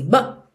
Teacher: Especialmente nesse but, não aparece nada mesmo. É quase como se você comesse o som assim